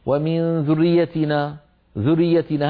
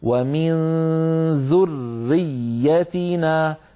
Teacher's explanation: مشددة، راء مشددة وياء مشددة، ما معنى مشددة؟ يعني الحرف مضاعف، لابد أن ننطق راءين وياءين · Shown in: second take · لا يصح أن يقول القائل ومن ذريتنا ذريتنا هكذا يخطفها